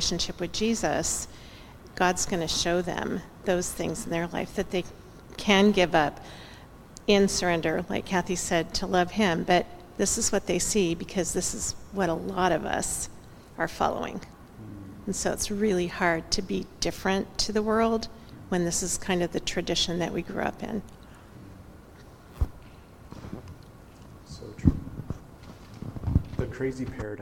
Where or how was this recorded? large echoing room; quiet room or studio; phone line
large echoing room